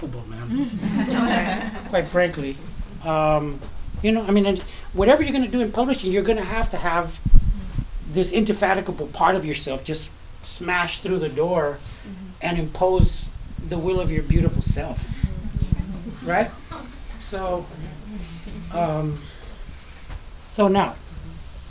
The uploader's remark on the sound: Live poetry and prose readings from the first Rooted & Written workshop series. As well as discussions and reactions from the event.